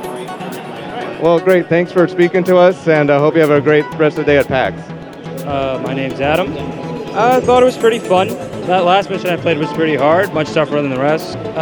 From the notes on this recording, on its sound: PAX East 2017. Audio captured from the floor of the PAX East Convention in Boston, Massachusetts, March 10th, 2017.